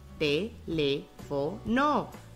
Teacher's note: la sílaba tónica se encuentra en la antepenúltima sílaba. Y recordando las reglas, es una palabra esdrújula y lleva tilde.